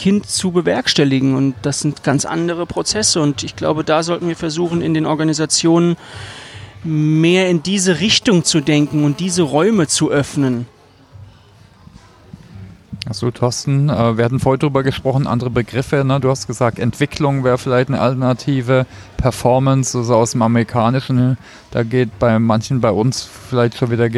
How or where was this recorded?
busy venue